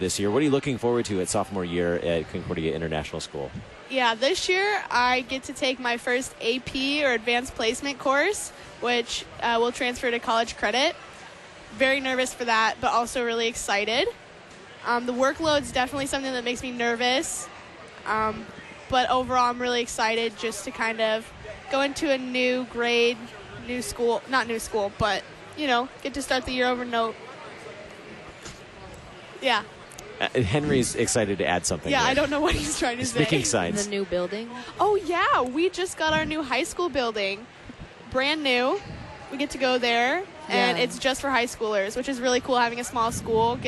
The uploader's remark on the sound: Live from the 2019 LCMS National Youth Gathering